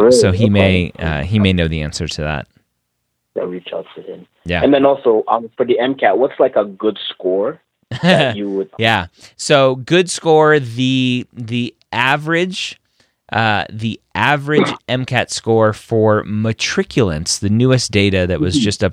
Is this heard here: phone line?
yes